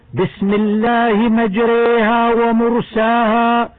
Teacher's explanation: قرأ حفص بإمالة الألف بعد الراء إمالة كبرى